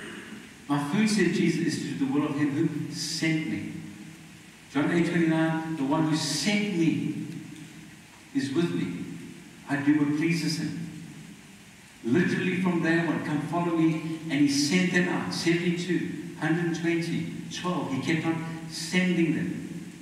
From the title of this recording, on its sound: Poor Audio